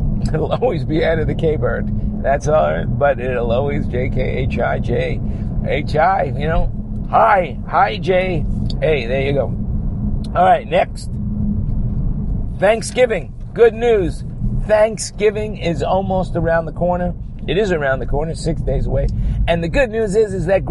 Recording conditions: inside a vehicle